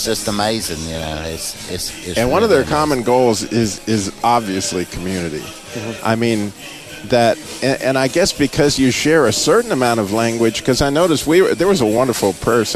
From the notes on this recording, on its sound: live from the Middle Eastern Christian Festival in Kernersville, NC.